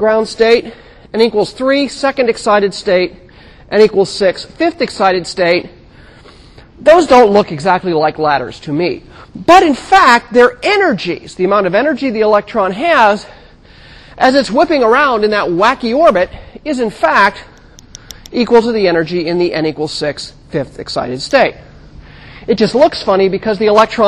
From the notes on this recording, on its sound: For podcast listeners, the last portion of the class is the demo, for which we do not unfortunately have the resources to videotape. In 1000 McPherson Lab on the Columbus campus of The Ohio State University.